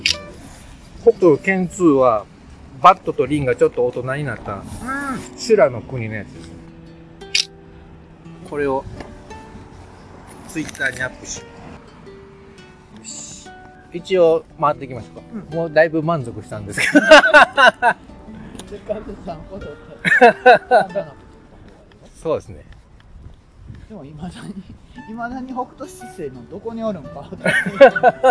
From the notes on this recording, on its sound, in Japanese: 雑音をBGMにどうぞ。